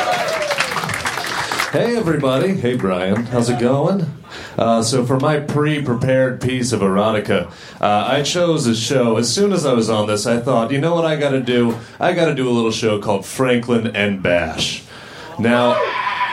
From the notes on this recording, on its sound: Recorded at Union Hall in Brooklyn December 28, 2014.